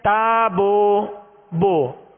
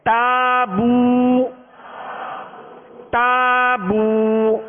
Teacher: ہم نے ہونٹوں کو کامل گول نہیں کیا پیش کی ادائیگی میں، کچھ کھلا رکھا، تو اب یہ مجہول طریقہ بن گیا · Shown in: first take